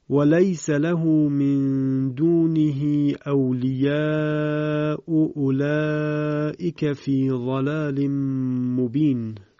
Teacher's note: همزه اول که در انتهای کلمه اول قرار گرفته به تسهیل خونده میشه، باز به اعتبار اصل میتوان مد متصل رو در جای خود حفظ کرد، یعنی اون رو به توسط خوند، یا اینکه به جهت تسهیلی که صورت گرفته و اینکه همزه کامل دیگر وجود ندارد اون رو به قصر خوند و وضعیت فعلی اون رو در نظر گرفت. · Term: تسهیل همزه